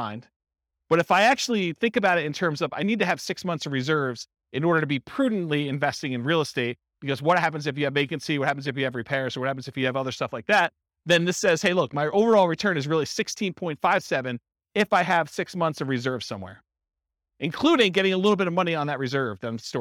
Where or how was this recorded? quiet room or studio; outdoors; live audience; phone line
live audience